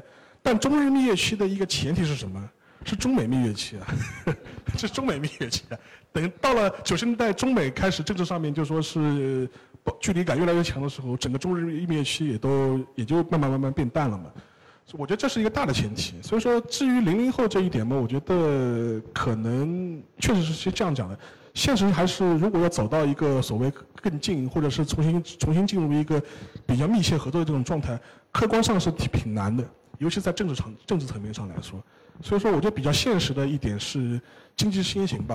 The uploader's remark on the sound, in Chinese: 在杭州单向空间举办的《昭和风，平成雨》分享活动的现场录音